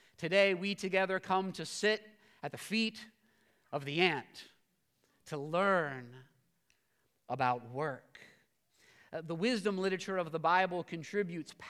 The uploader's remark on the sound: preached this sermon at Covenant Fellowship Church on February 12, 2023